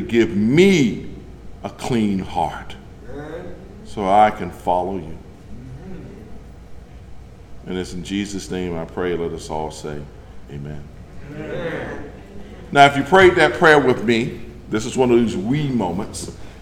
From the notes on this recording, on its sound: delivered on March 5th from The Greater Bethel, African Methodist Episcopal Church in Athens, Georgia